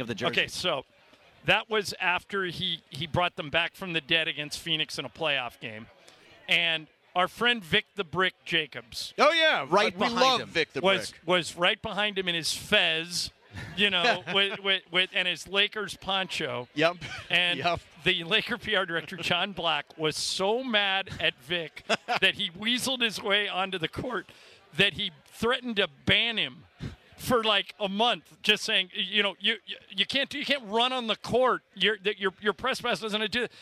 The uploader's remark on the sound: live from the Nixo Lounge at the E-Central Hotel!